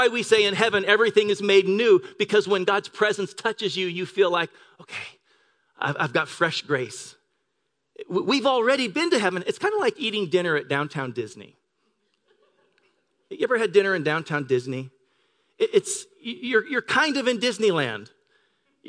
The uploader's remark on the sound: Delivered on 16 December 2018 at Grace Church of La Verne. Delivered on 16 December 2018 at Grace Church of La Verne .